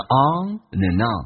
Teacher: on 跟 and 变成 onand，因为 and 不被强调可以发成 n · Term: 连音